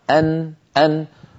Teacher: لاحظوا بأن الحلق حروفه بعيدة عن مخرج النون. النون أيها الإخوة من طرف اللسان من الأمام، وحروف الحلق من الحلق، والحلق بعيد عن طرف اللسان.